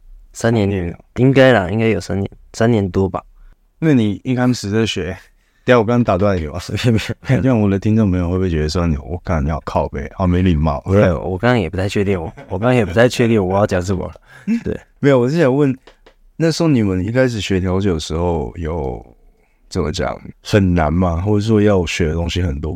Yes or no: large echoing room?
no